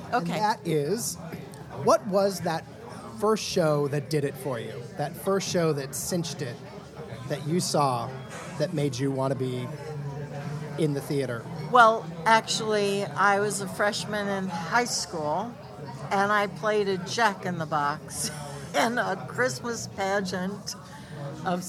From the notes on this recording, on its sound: Coming to you live from Orso restaurant. While we eat some great food.